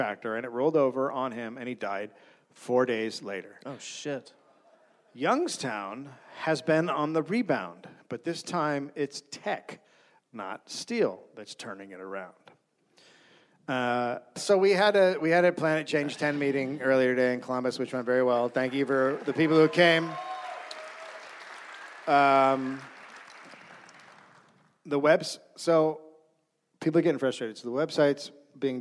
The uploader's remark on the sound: Recorded live in Columbus.